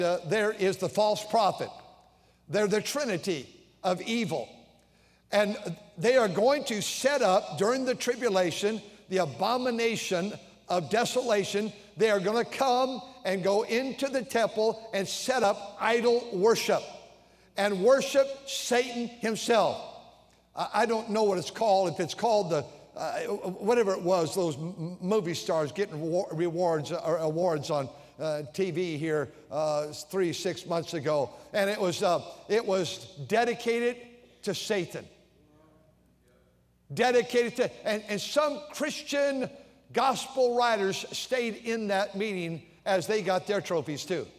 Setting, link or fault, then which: setting, large echoing room